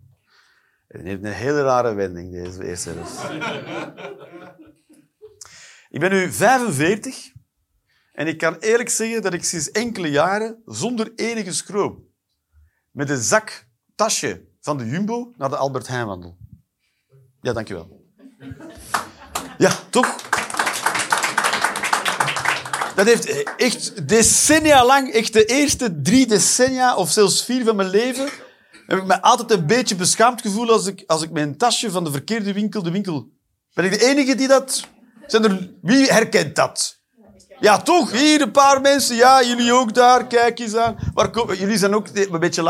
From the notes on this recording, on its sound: Live 11 November 2023, Club Haug, Rotterdam